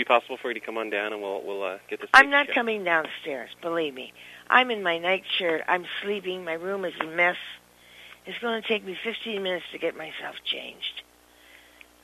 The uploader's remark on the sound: …'s Personal Prank Phone Calls Collection.